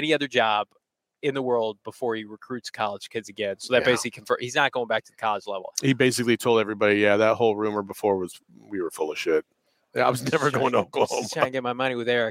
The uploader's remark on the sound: live from the combine in Indianapolis